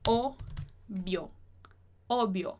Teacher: A gente ignora que tem um B e um V, já que o som deles é igual, e a gente pronuncia uma vez só.